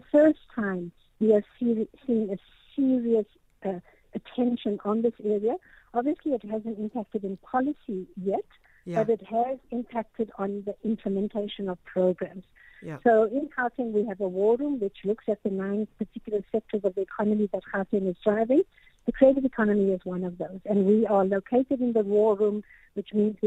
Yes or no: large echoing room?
no